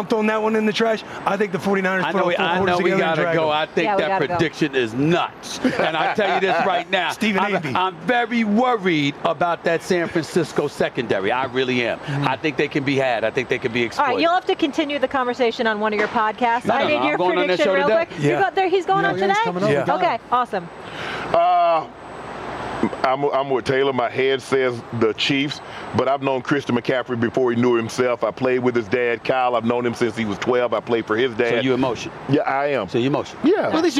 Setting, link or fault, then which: setting, busy venue